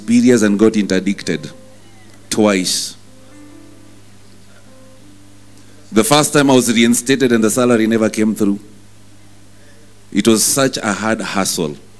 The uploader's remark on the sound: Preached at New Breed Chapel Intl.